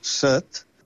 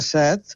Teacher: en català central es pronuncia en veu oberta · Shown in: second take